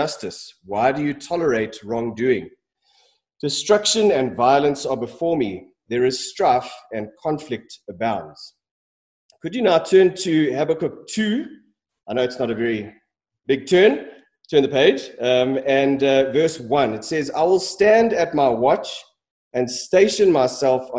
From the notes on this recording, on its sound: Sermon preached at Centre Church